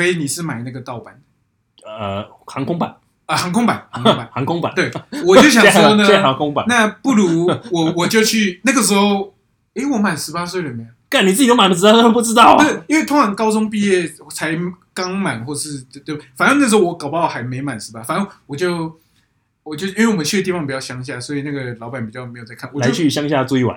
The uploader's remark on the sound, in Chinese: 本集錄音出了點問題，聲音部分請見諒